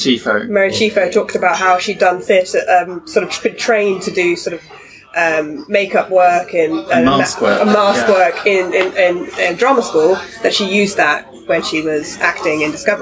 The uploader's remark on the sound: recorded during the Destination Star Trek convention in Birmingham, UK